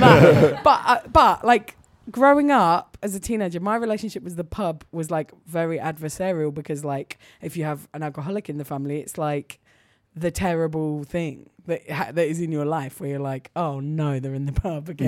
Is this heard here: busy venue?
yes